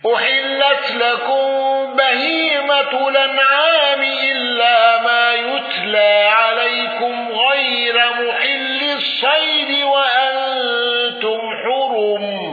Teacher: حمزة بالإمالة واندرج معه الكسائي وخلف العاشر.